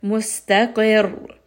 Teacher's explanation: If I stop here, mustaqir, I am dropping the tanween and I am dropping the shadda. So in order to emphasize the ra, I am going to give it a little bit more power. I am going to raise the voice a little bit. Mustaqir. So give it a little bit more power, give it some nabr, raise the voice in order to signify that something has been dropped from this letter.